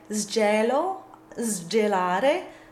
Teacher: The rule is that an S followed by a voiced consonant will be voiced.